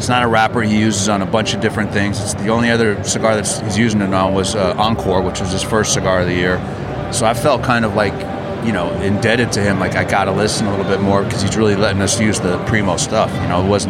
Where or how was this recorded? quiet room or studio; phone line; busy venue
busy venue